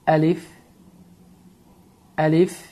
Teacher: əlif hərfi incə, boğazın sıxılmaması nəticəsində tələffüz olunur